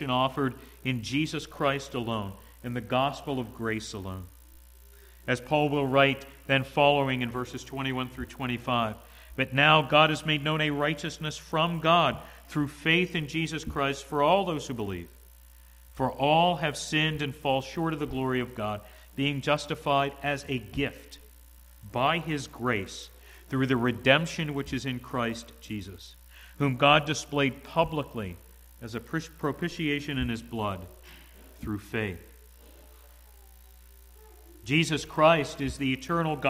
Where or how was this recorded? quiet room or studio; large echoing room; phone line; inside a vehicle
large echoing room